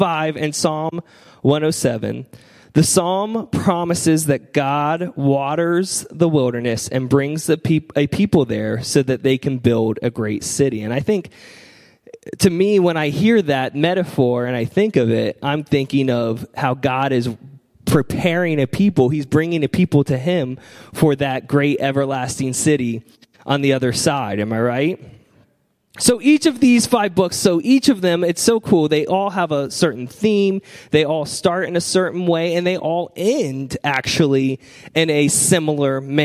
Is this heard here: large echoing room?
yes